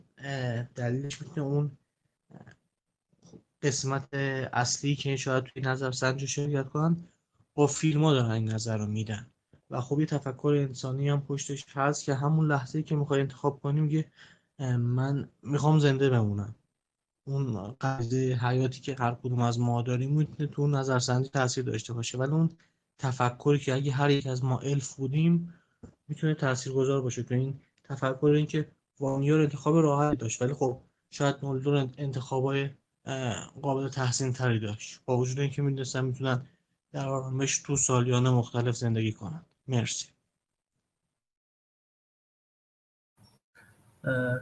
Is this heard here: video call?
yes